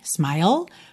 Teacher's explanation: O E final é mudo e você termina esse som com língua no céu da boca, tá? Que é o L.